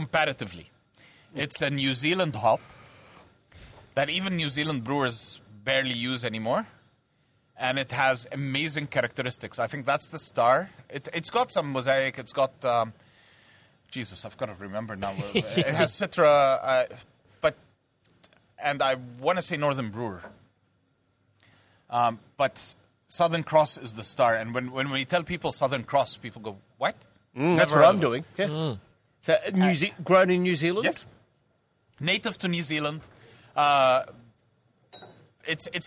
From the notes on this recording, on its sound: welcomes the Coolroom to Hawkers for a live show